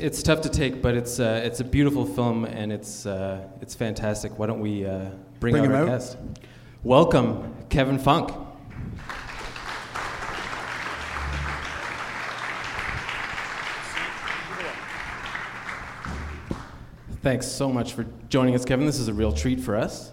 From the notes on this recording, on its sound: Hit the stage for their first live Puck Talks podcast. Puck Talk Live.